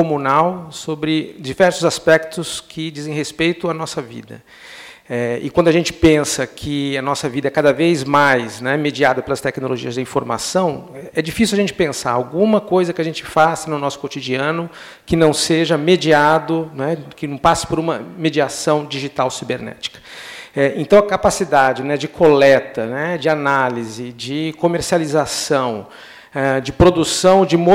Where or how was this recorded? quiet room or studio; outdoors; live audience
live audience